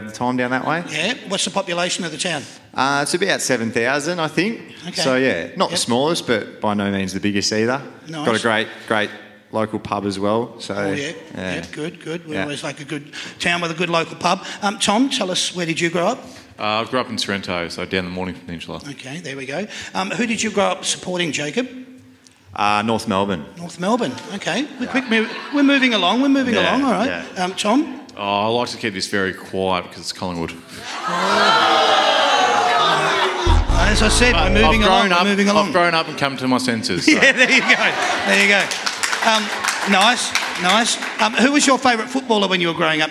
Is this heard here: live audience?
yes